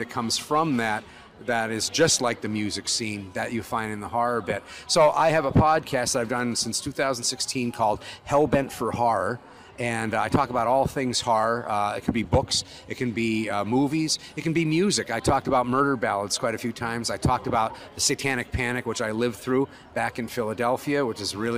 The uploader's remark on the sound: “Live” from Fan Expo Portland!